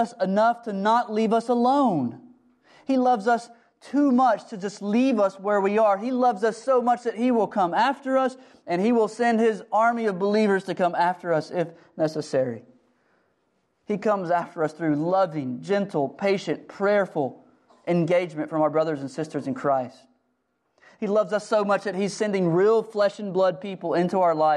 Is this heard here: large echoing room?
yes